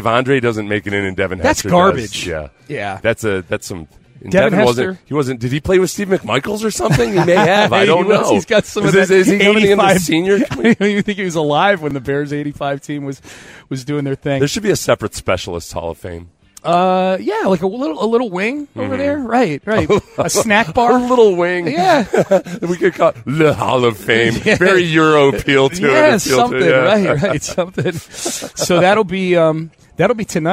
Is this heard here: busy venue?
yes